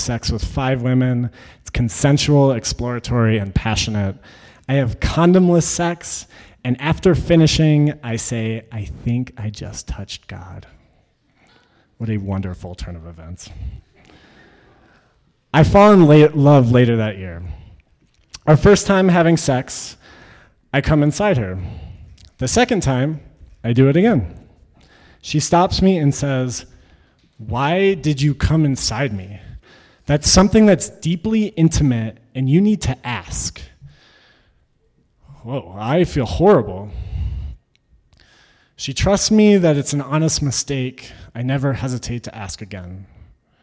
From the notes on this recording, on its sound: Originally told this story at our live event, un/pact: a creative dialogue on consent.